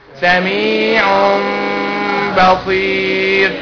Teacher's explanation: اقلب نون التنوين دي اقلبها ميم · Term: اقلاب